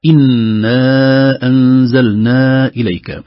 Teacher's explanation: هذا يسمونه المد الجائز المنفصل، ويمد في حفص بمقدار 4 حركات